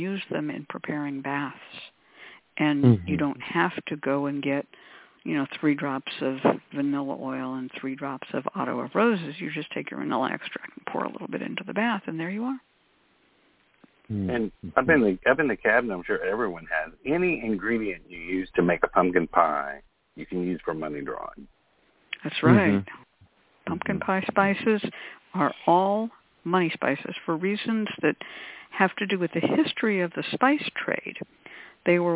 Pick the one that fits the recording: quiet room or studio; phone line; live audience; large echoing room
phone line